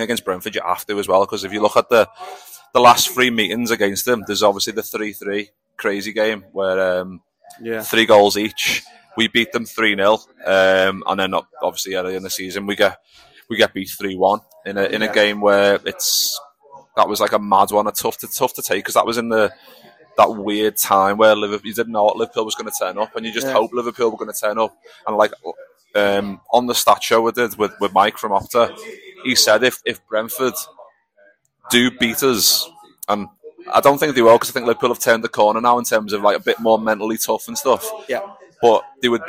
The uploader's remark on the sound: live in The Lion Tavern